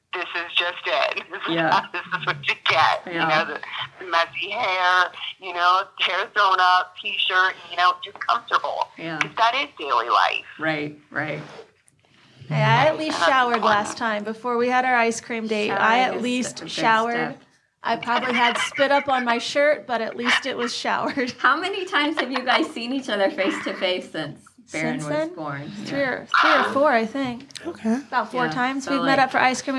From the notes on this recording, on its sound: joins us over the telephone